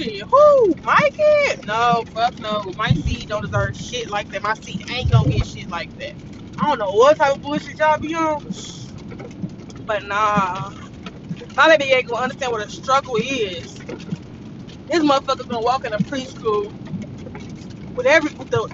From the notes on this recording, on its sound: AUDIO IS KIND OF HORRIBLE MY WINDSHIELD WIPERS WERE DOING ITS THANG.